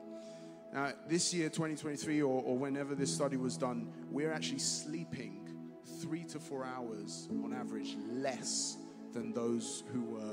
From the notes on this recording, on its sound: Streamed live at St Paul's Shadwell